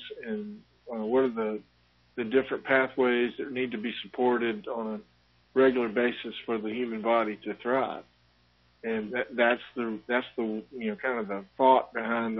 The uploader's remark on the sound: Live call-in show aired on May 29, 2018.